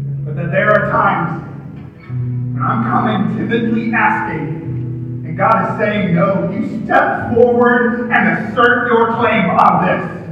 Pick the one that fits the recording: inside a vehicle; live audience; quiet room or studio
live audience